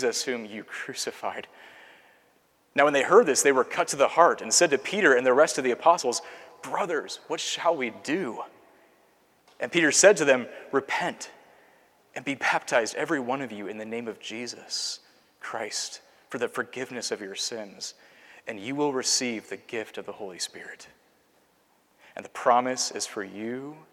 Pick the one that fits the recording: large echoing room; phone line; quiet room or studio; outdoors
large echoing room